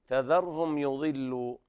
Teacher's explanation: وهنا إظهار شفهي لوقوع الياء بعد الميم الساكنة